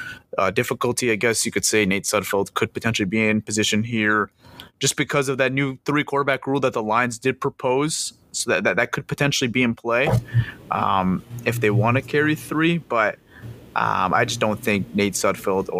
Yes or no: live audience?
no